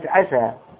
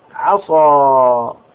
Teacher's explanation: عسى السين منفتح، لو لم تخلص الانفتاح ستكون عصى